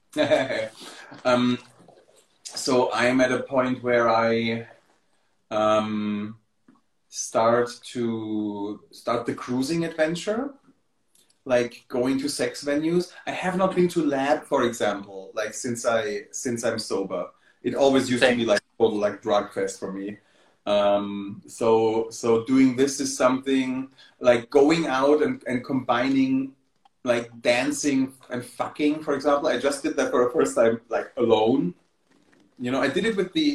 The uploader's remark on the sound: Recorded on 10 February 2023 on Instagram Live